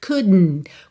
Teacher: Ao invés de dizer couldn't, faz couldn't. Quando A língua chega no céu da boca pro D, já puxa um N para dentro